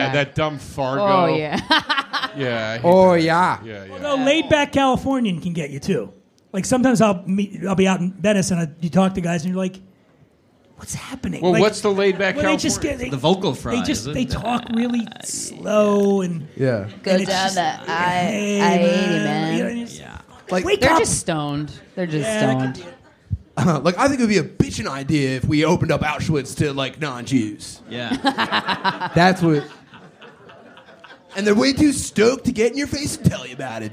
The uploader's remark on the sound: Live at The Stand NYC, 1/5/23. He's joined on stage by a dynamite panel of comedic all-stars. This is, undoubtedly, the wildest live show we've ever done...